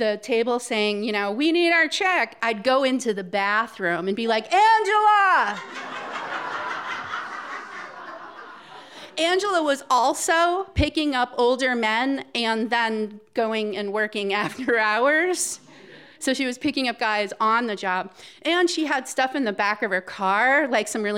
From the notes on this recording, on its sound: This event was recorded in front of live audience on July 17th, 2018 at Wellfleet Preservation Hall in Cape Cod, Massachusetts.